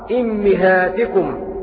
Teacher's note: وأما حمزة قرأ بكسر الهمزة والميم معا فيقرأ هكذا إمهاتكم في المواضع الأربعة إمهاتكم. إذن قرأ حمزة بكسر الميم في كلمة إمهاتكم تبعا لكسرة الهمزة